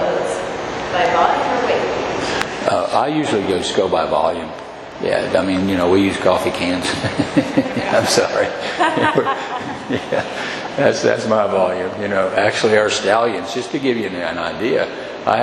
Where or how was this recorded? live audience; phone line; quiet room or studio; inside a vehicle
live audience